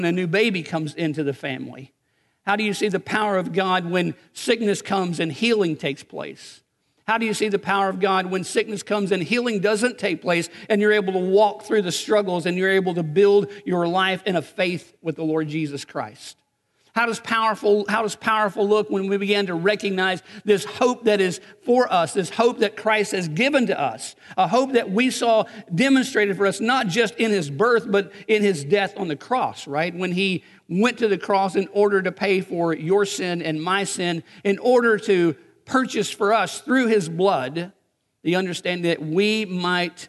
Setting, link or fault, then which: setting, large echoing room